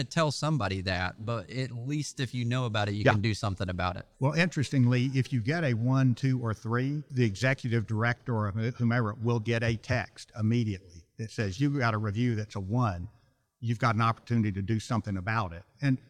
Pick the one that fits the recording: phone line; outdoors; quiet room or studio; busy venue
busy venue